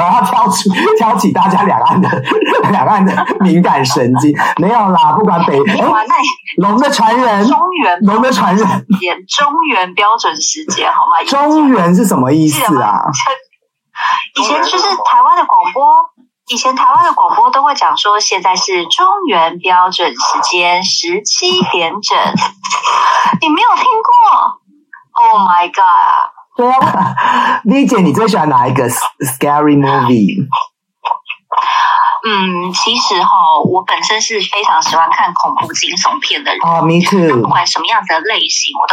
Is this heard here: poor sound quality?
yes